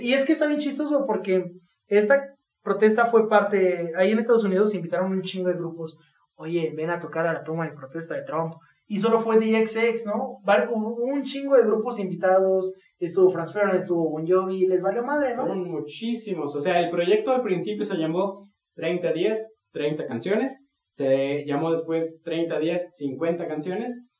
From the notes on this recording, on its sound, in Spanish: una disculpa muy grande por la calidad del audio en este episodio, la verdad es que tenemos unos micrófonos nuevos y no los sabemos usar